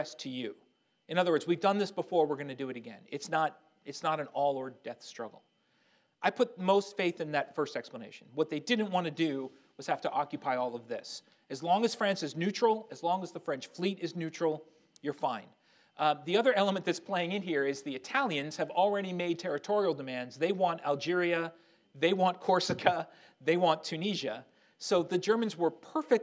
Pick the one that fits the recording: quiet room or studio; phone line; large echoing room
large echoing room